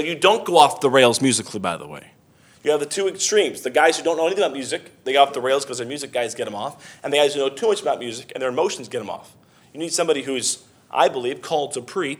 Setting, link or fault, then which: setting, large echoing room